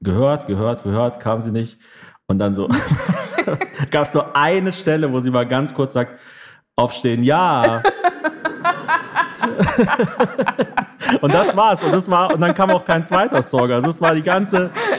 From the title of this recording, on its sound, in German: Ofenfrisch in Köln (Live)